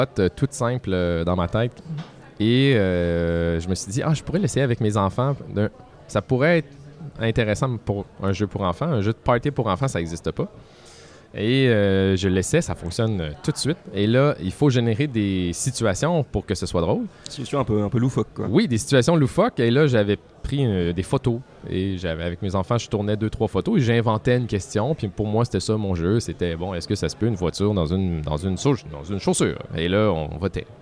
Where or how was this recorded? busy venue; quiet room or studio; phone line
busy venue